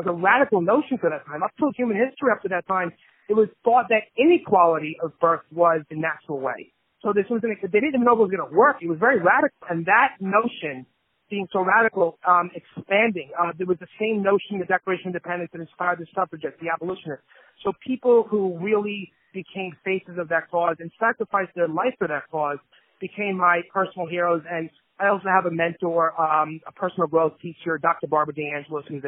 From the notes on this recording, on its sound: On the Phone